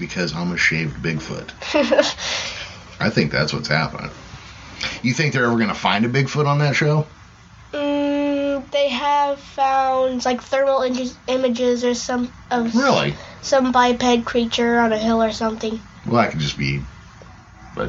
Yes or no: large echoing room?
no